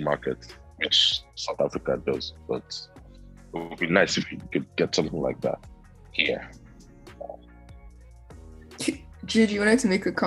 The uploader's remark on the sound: in the studio (actually, Zoom call)